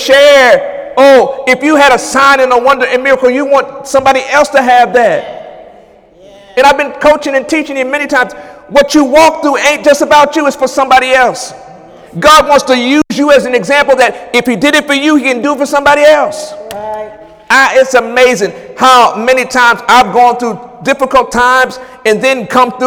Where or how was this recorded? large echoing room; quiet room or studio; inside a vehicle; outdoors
large echoing room